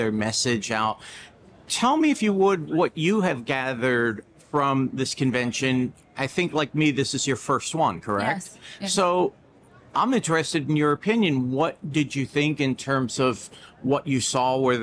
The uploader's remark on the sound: taped at Money 20/20 Europe in Amsterdam